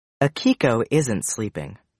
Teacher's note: Be is stressed when it's in a negative statement or at the end of a short answer.